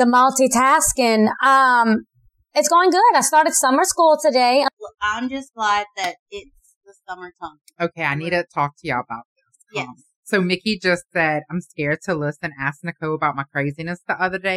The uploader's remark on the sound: Excuse the audio, first timers here